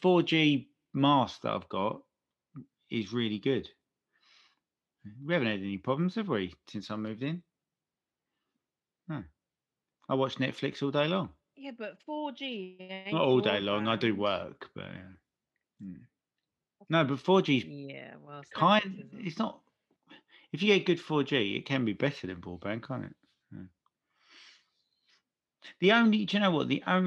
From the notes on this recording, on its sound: Beset by internet problems and emotional (and technical) pauses